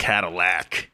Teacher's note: we really love putting that emphasis on the lack